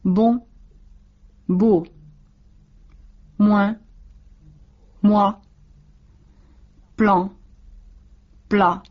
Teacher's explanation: Parin ensimmäisessä osassa kuulet nasaalin, toisessa sitä ei ole. · Term: nasaalit